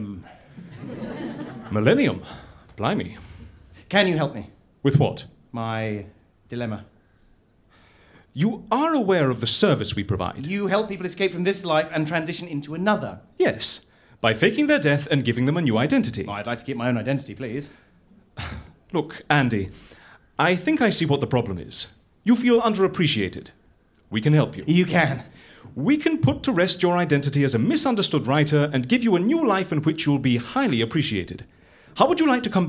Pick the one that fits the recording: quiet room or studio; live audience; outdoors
live audience